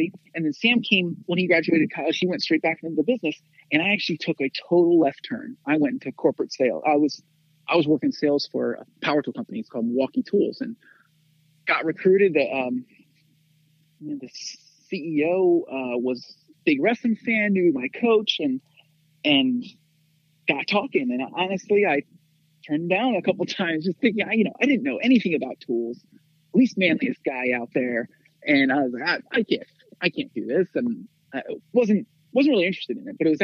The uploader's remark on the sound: We hopped on the phone